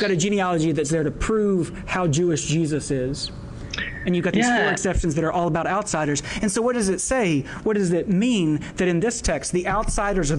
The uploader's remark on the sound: Live from Chicago and the 2016 Lutheran Student Movement National Gathering